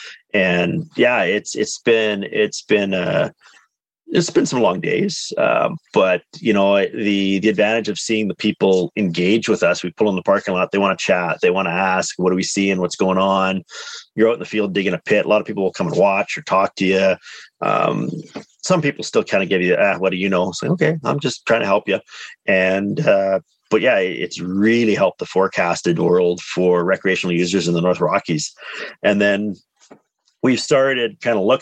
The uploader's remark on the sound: on a Zoom call